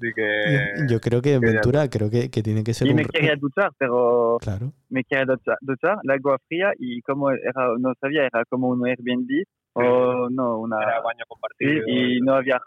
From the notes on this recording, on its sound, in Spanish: hablamos por teléfono con ellos